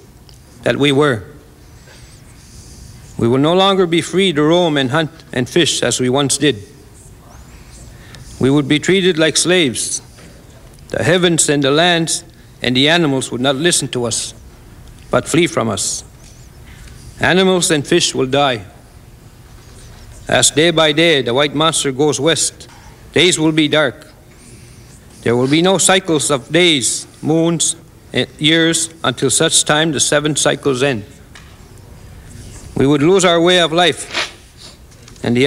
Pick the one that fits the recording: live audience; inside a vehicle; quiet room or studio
live audience